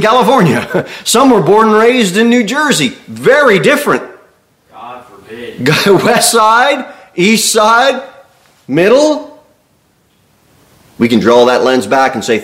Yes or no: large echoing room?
yes